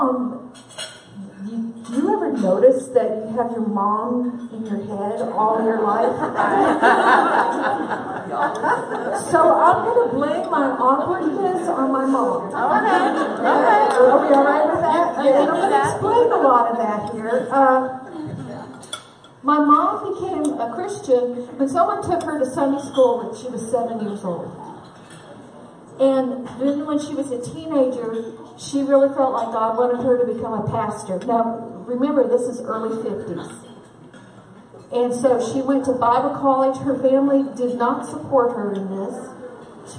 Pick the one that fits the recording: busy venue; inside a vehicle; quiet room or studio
busy venue